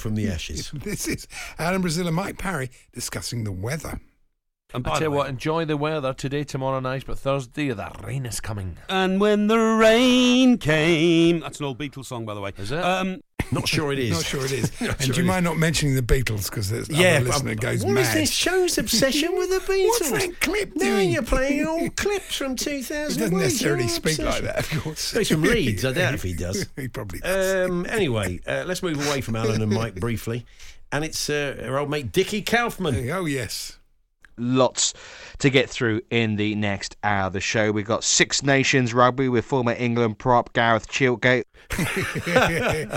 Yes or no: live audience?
no